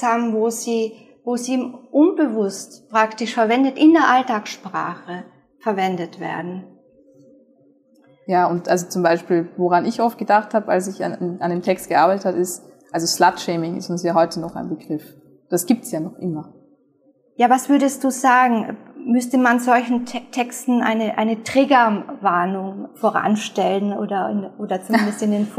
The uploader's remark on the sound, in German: Bei der zweiten TheoLounge Live im Zürcher Studentencafé Hirschli